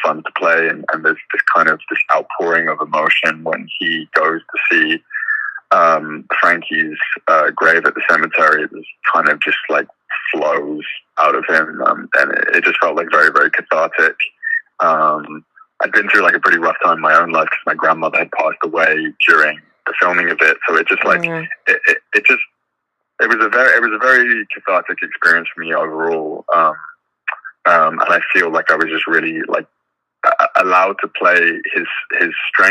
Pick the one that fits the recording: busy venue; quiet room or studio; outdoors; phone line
phone line